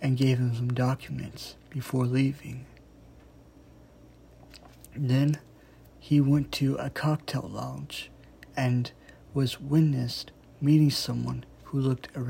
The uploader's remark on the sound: sorry if the audio kinda sounds like it came from an iPhone (cause it did)